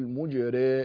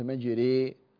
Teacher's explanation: يقول حفص رحمه الله ما جريها، فليس من عند حفص إمالات، ولكنه أمل هذه الكلمة. ورش رحمه الله يخالفه في أمرين، في أنه يضم الميم فيقول مج، ثم يقلل ولا يميل · Shown in: first take